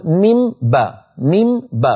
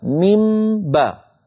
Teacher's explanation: إعمال الشفتين مرة واحدة في حرفين هذا يشبه الإدغام · Shown in: second take · انفصال صوت الميم عن صوت الباء ميم باء هذا يشبه الإظهار، لم يدخل صوت الحرف الأول في الثاني، لم يصيرا حرفا واحدا مشددا من جنس الثاني. · Term: ميما مخفاة بغنة